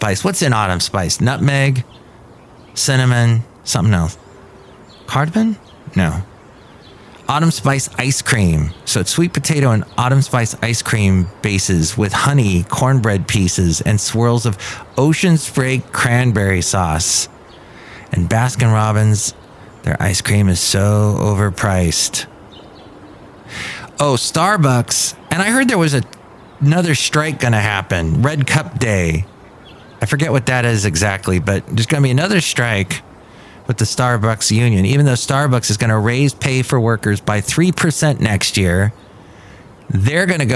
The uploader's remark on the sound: podcasts live from Café Anyway